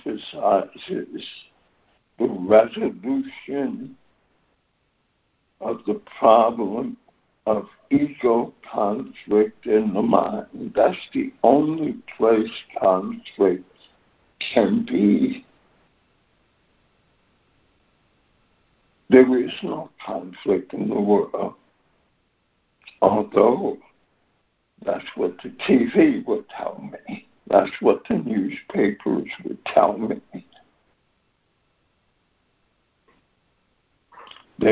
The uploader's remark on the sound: ACIM Daily Conference Call